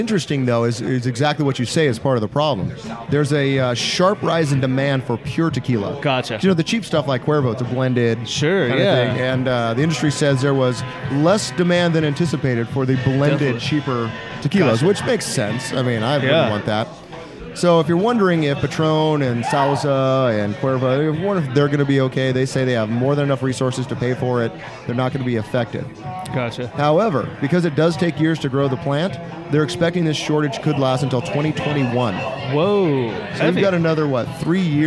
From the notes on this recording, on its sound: record live at O'Learys Tavern in Ventura for their 2018 Bar Olympics.